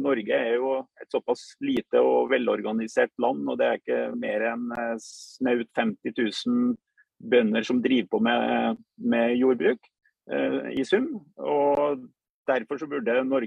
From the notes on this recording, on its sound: Live Zoom. I denne live-sendingen.